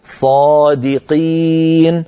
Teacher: صادقين، دي لابد من ترقيق الدال، قي أن ننطق قاف صافية ليس فيها شيء من الكاف